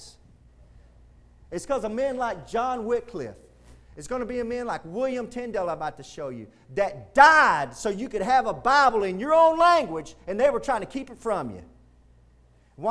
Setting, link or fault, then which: setting, large echoing room